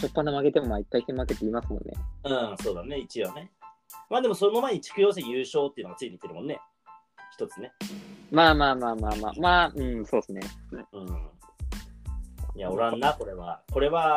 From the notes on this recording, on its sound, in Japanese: リモート収録